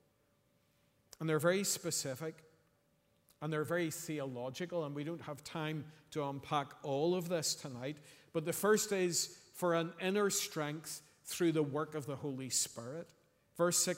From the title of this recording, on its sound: Sunday 26th November 2023 evening service